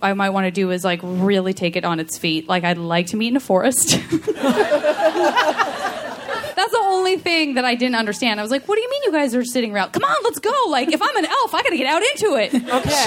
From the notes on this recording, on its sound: Live from JoCo 2017. Recorded from the high seas off the Baja strait, this live JV Club episode features fellow JoCo cruise guests.